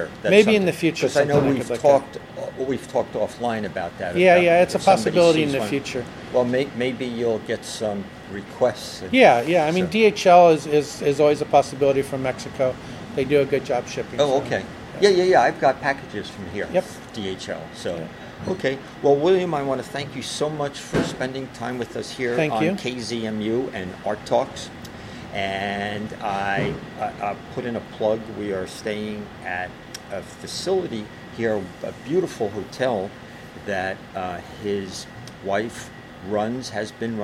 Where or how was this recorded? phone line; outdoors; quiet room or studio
outdoors